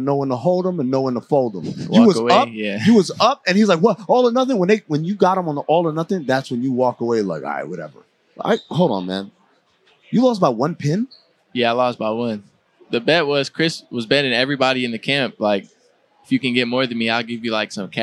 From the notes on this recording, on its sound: Live from Las Vegas for NBA Summer League 2023